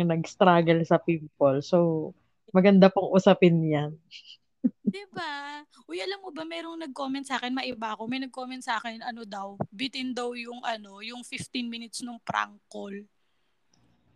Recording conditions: poor sound quality